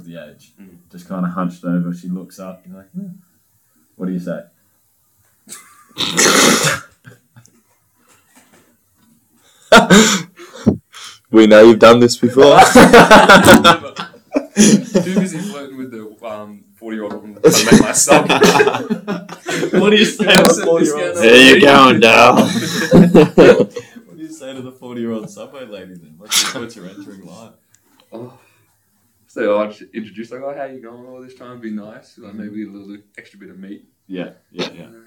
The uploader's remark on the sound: Yep the sound issues are back.